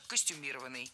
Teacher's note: слово «костюмированный» с ударением на третьем слоге. И сейчас это верное ударение.